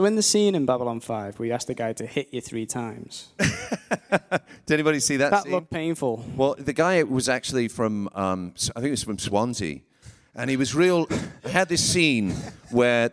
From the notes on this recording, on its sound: Live at Manchester MCM. Recorded live onstage at MCM Manchester Comic Con!